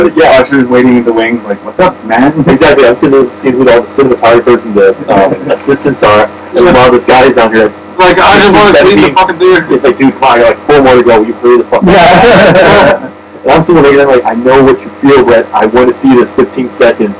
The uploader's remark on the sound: Alert: This week's podcast is of compromised sound quality.